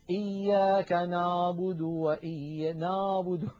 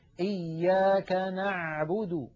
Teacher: نعبد أريد أن أنبهكم على شيء، العين التي اعتدنا في أكثر العاميات المعاصرة أن ننطقها هي أعلى من العين الفصيحة. العين الفصيحة أعمق بقليل من العين التي اعتدنا أن ننطقها بالعاميات · Shown in: second take · يعني مثلا كثيرا ما نسمع إياك نعبد نعبد يعني الصوت إيش هذا نعبد، لابد من أن نعمقه، إياك نعبد هكذا العين الفصيحة.